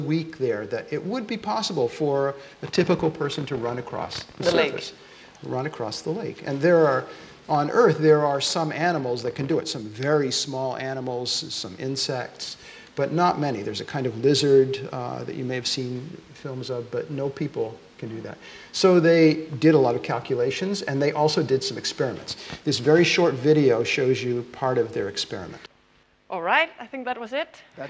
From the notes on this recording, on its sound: This podcast, recorded during the 7th Science Salon, takes you on a wonderfully fun and thoughtful journey into the world of science. In Copenhagen.